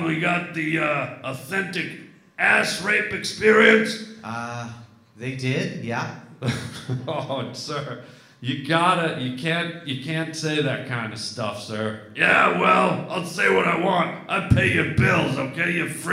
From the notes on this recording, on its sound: LIVE podcast at Sketchfest in San Fran.